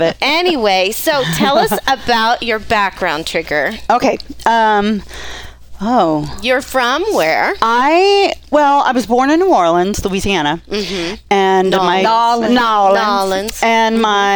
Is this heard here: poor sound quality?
no